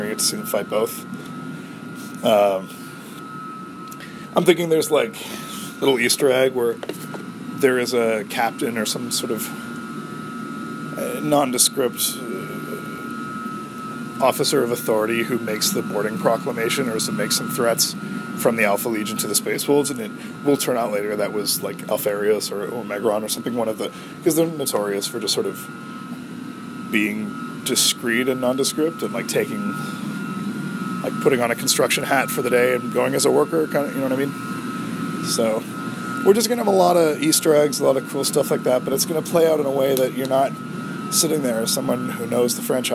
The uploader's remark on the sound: I'm getting mixed reviews on the background white-noises in my recording area, so I'll try a newer (more silent) room for the next taping.